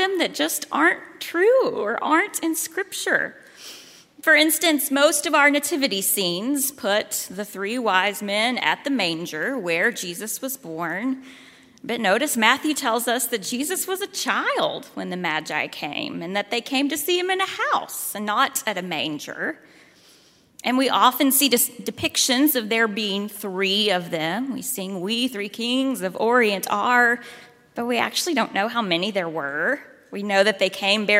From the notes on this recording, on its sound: at Highland Baptist Church, Louisville, Kentucky